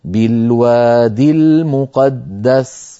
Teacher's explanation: بالوادي أنظر إليها أيضا أصلها بالوادي، نعم بياء في آخرها، لكن هذه الياء ستسقط في النطق للتخلص من التقاء الساكنين